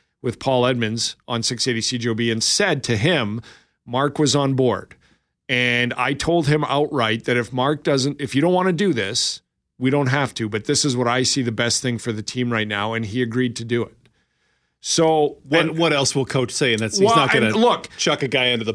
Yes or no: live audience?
no